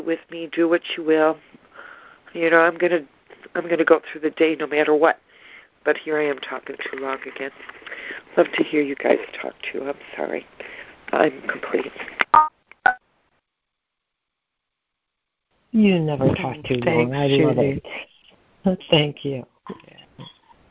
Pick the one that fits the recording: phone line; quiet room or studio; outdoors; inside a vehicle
phone line